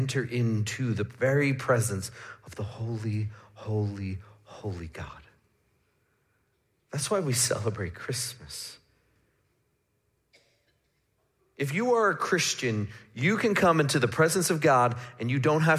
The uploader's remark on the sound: Midland Evangelical Free Church Sermon Audio